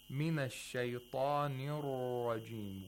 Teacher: One tap followed by the kind of dragging sound, which, you know, ra has inhiraf. The characteristic of inhiraf, which means that it deviates toward the place of articulation of ya.